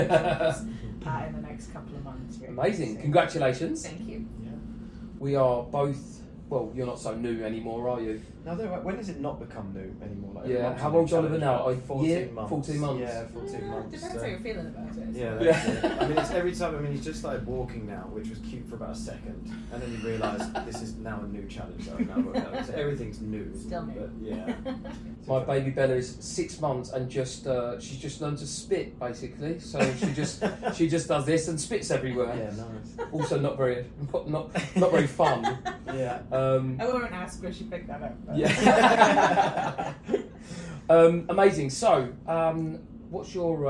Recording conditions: poor microphone